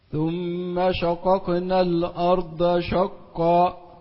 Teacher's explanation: ورقق الشين وروح فخم القاف